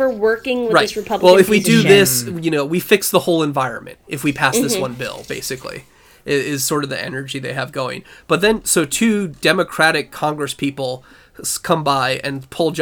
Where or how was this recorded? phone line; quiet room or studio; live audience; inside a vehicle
quiet room or studio